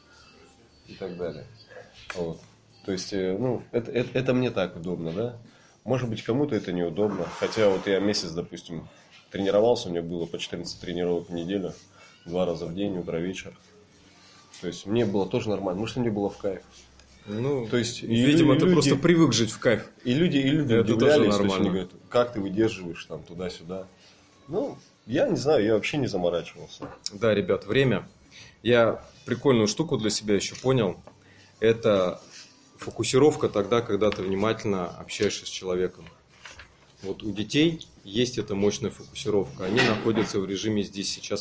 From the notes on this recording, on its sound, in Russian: Публикуем запись нашего бизнес-завтрака в режиме подкаста